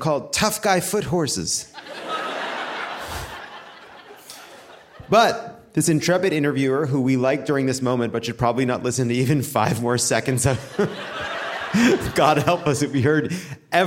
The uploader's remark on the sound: Live from Portland!